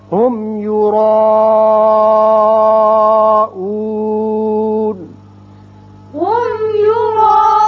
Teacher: را پر ہوگا اور مد ہے، مد متصل، پانچ حرکات طویل، نون زبر ہے، لیکن آیت ختم ہوتی ہے نون ساکن ہو جائے گا.